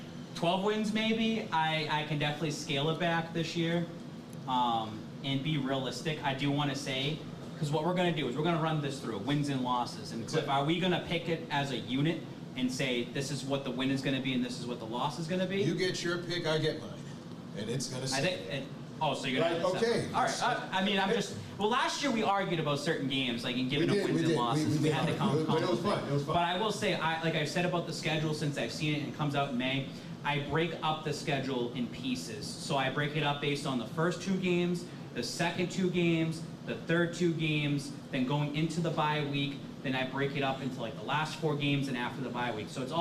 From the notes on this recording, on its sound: Boston Power Hour LIVE at Brockton Beer Company!